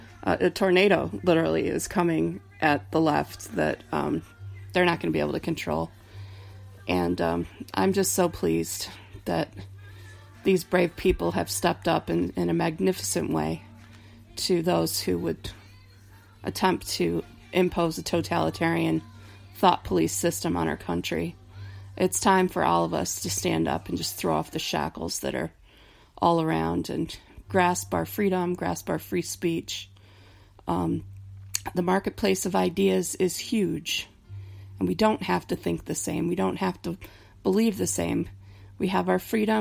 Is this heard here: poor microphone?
no